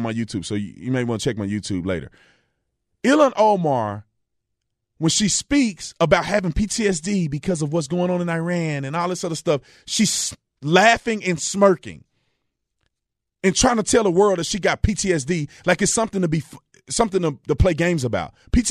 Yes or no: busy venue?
no